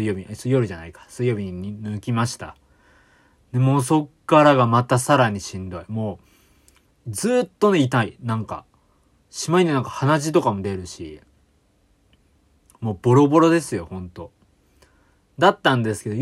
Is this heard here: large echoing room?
no